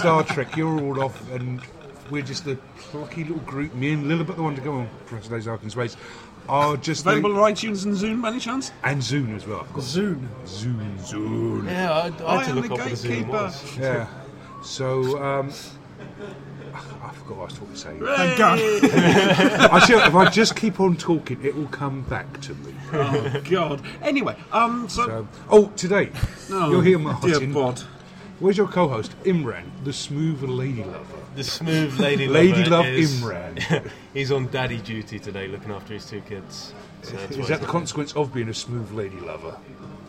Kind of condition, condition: setting, busy venue